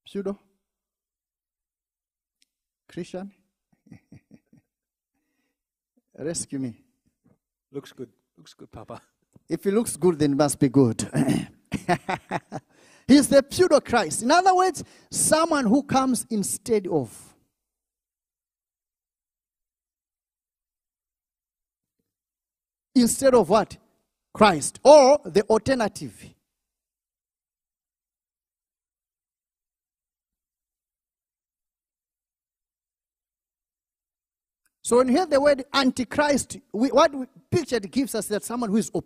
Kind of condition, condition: setting, large echoing room